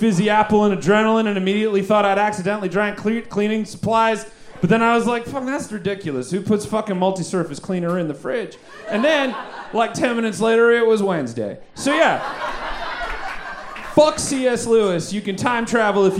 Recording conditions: busy venue